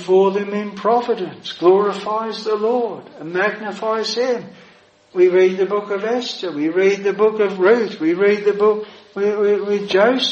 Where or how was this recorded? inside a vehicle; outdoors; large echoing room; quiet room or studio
large echoing room